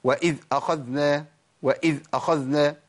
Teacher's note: من الأخطاء اللي بقع فيها في حال تسكين الذال؟ عدم تطبيق صفة الرخاوة